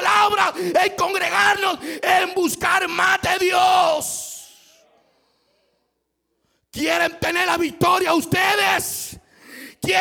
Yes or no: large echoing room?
yes